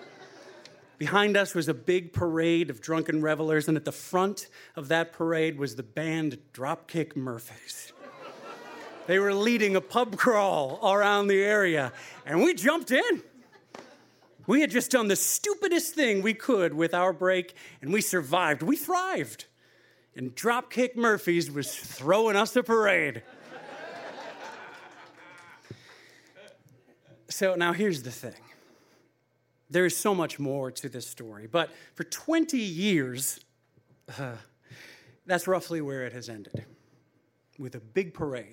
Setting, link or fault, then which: setting, live audience